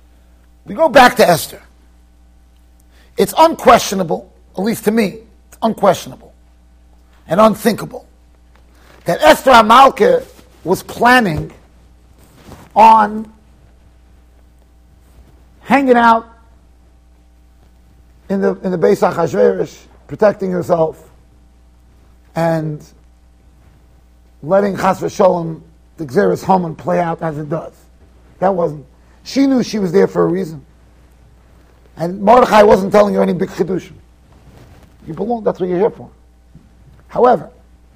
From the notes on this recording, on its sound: Shiur recorded in Yeshivas Ohr Reuven, Monsey NY.